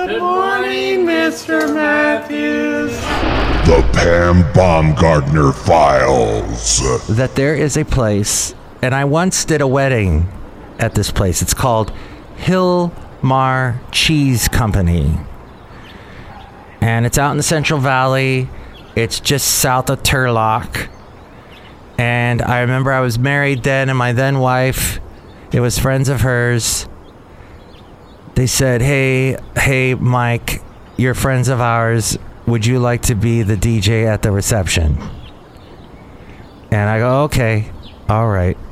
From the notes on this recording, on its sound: podcasts live from Café Anyway